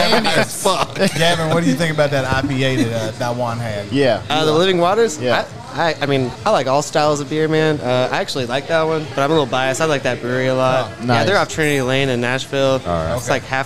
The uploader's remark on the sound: We are live at Liquid Smoke in Murfreesboro, TN.